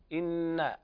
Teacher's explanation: إن حرف غن مشدد يغن مقدار حركتين · Term: غنة